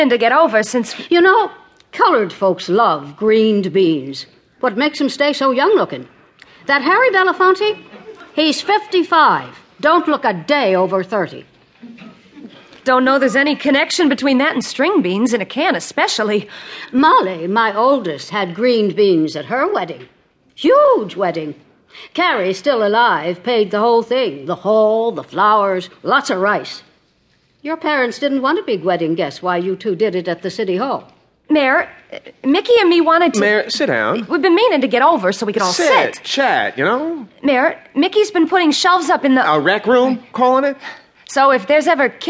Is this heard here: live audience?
yes